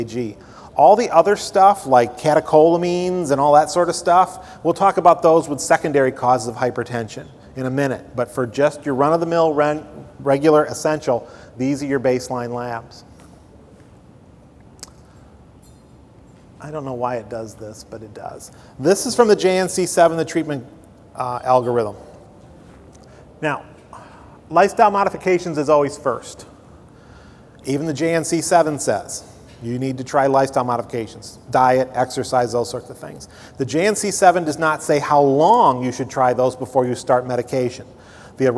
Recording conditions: large echoing room